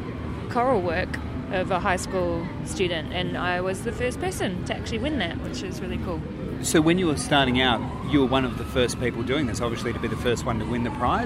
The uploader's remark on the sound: Chat recorded back in March 2017, in The Garden of Unearthly Delights at the Adelaide Fringe. Chat recorded back in March 2017, in The Garden of Unearthly Delights at the Adelaide Fringe.